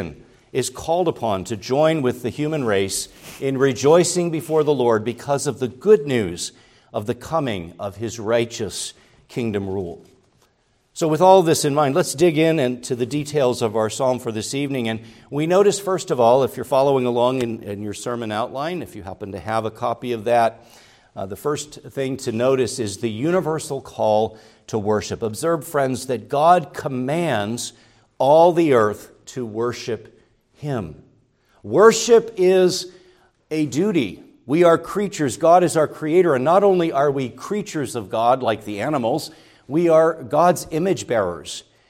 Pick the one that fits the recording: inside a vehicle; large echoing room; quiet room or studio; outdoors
large echoing room